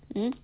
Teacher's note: So this is an ikhfa where we have to make the ikhfa or the ghunna sound of the noon heavy, and we need to focus on the makhraj of the next alphabet, which is another qaf. The qaf comes from the back of the throat where the back part of your tongue is rising up and hitting the uvula.